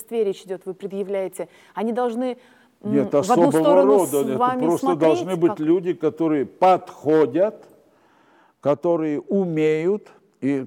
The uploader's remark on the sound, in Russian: Встреча легендарного актёра и режиссёра со зрителями в театральном клубе «Антракт».